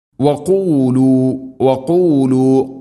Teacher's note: ഖാഫ് തൊണ്ടയുടെ മുകൾ ഭാഗവും കഴിഞ്ഞ് ചെറുനാക്ക് മഹ്റജ്